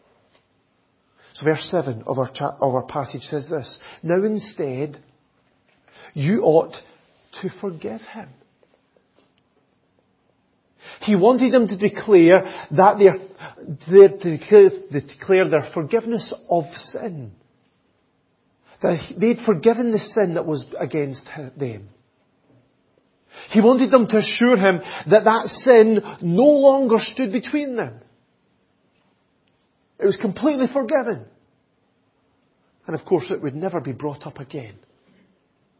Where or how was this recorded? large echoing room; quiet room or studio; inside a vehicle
large echoing room